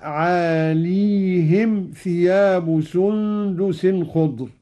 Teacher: قرأ قالون بإسكان الياء هكذا